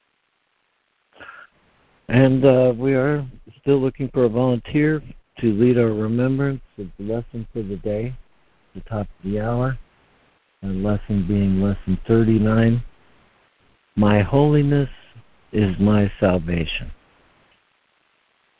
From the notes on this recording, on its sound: ACIM Daily Conference Call.